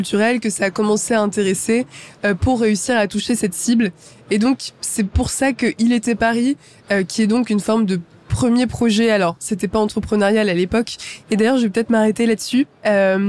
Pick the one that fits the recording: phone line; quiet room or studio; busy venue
busy venue